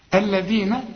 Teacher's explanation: الذين طلع لسانك في الذال